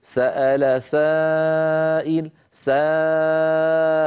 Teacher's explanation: خرجت الألف مرققة قبلها سين والسين مرققة، إذا تتبع الألف ما قبلها تفخيما وترقيقا.